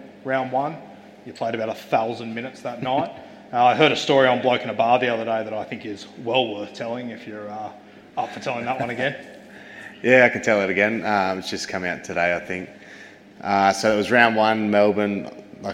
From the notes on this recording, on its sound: Live Show Audio. The audio from our live show.